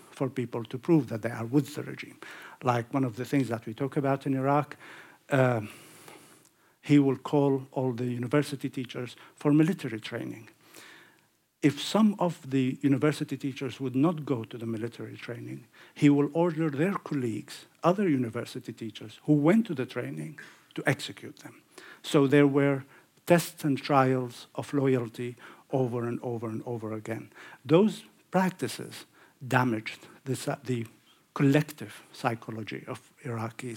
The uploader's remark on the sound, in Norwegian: Lecture in English. Innspilt på Sølvberget bibliotek og kulturhus i april 2023.